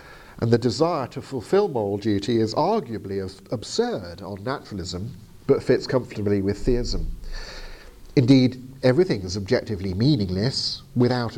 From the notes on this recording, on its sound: Arguing for God (Oslo, 2022). As delivered to the apologetics class at Fjellhaug International College in Oslo.